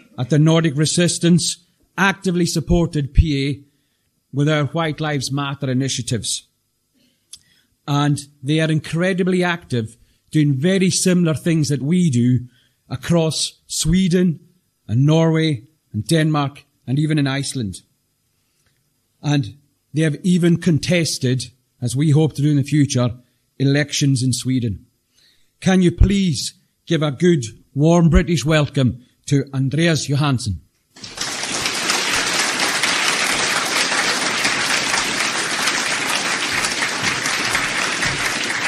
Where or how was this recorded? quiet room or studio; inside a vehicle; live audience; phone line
live audience